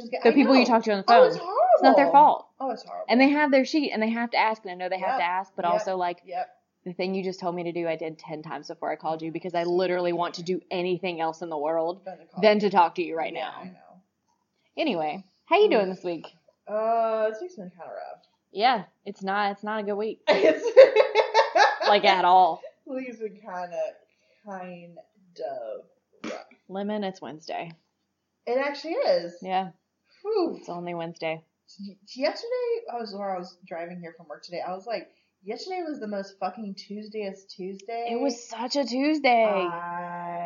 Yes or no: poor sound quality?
yes